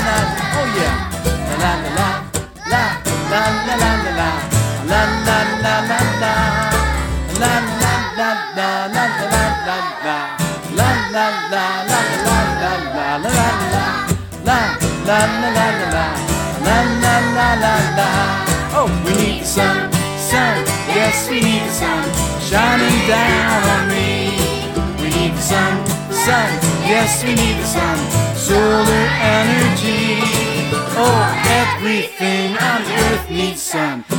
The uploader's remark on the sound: In a show recorded live at the Solar Fiesta in Albuquerque New Mexico.